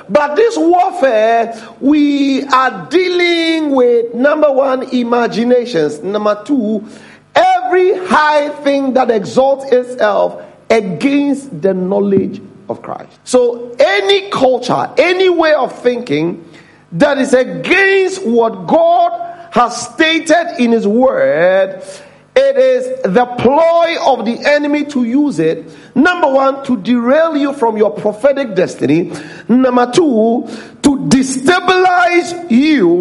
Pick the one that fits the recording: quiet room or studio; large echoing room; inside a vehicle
large echoing room